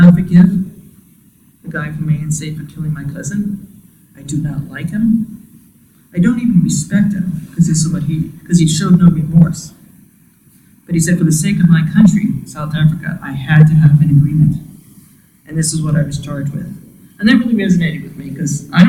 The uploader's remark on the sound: Event Recording